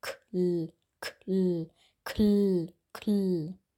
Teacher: Also hier bei der Kombination K, L darauf achten, dass das L stimmhaft ist, aber dass das K ohne Stimme ist, also nur mit Luft gesprochen wird, aspiriert wird.